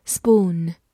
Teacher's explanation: P 放在它后面浊化成 B，O O 字母组合发长音，U，末尾有个鼻音，spoon。它是一个名词，表示勺子或者动词，用勺舀。比如说，T-spoon 就是茶匙，在菜谱中会经常用到这个单位，T-spoon。来看一个句子，He was born with the silverspoon。直译过来是说，他是带着银勺子出生的。也就是他出生在富贵人家。Born 就是出生，silver 就是银银的。好，慢慢来读。He was born with a silver · IPA: [spuːn]